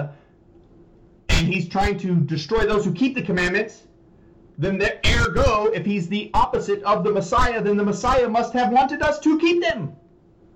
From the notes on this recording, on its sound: Sorry about the sound we are having microphone trouble